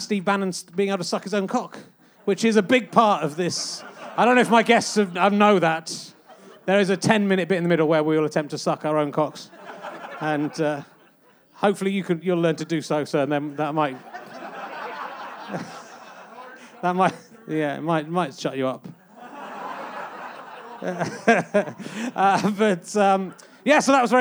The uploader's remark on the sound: Leicester Square Theatre Podcast - Yorkshire Fringe. Here's a little bonus podcast for you, recorded at the end of July at the Great Yorkshire Fringe.